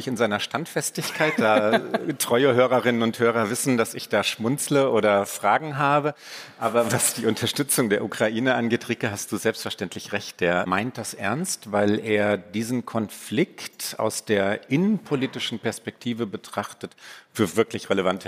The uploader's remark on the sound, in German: Mitschnitt der Livefolge des transatlantischen Podcasts, aufgenommen beim großen Podcast-Festival von ZEIT ONLINE. April in Berlin. Außerdem sprechen wir mit Hörerinnen und Hörern.